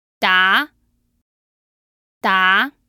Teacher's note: The second tone was the rising tone.